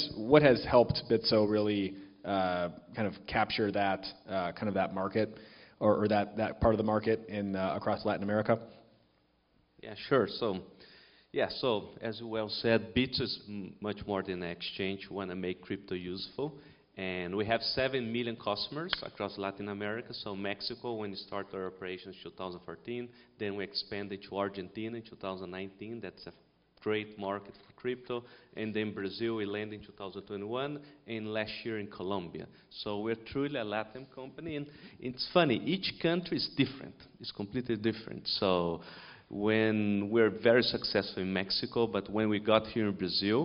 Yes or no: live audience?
yes